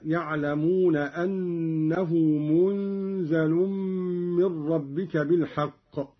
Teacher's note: قرأ قالون بإسكان النون وتخفيف الزاي مع ملاحظة إخفاء النون عند الزاي والغنة: هكذا يعلمون أنه منزل من ربك بالحق.